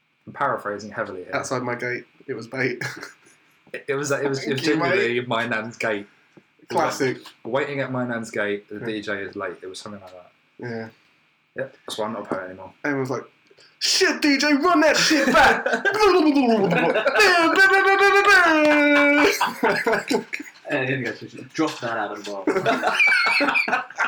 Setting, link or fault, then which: fault, poor sound quality